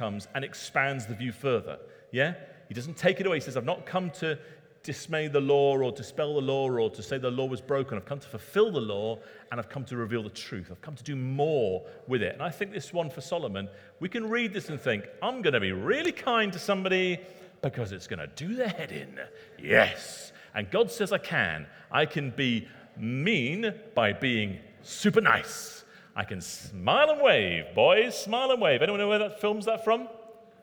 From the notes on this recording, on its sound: Recorded at Middlesbrough Community Church.